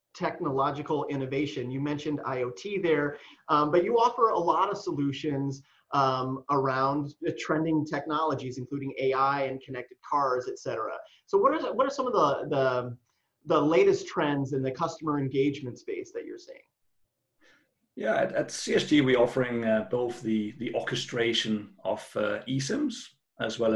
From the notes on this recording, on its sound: Live from Virtual ITW 2020